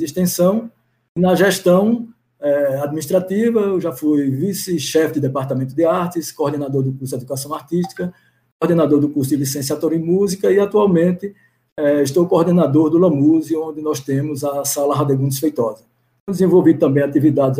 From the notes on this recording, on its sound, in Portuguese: Gravado via Dircord